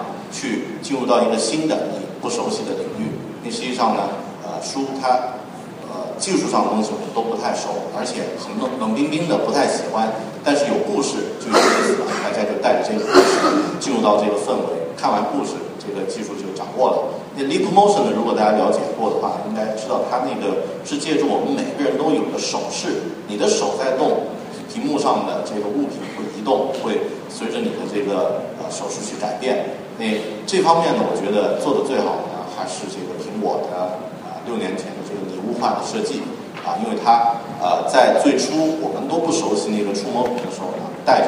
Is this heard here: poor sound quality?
yes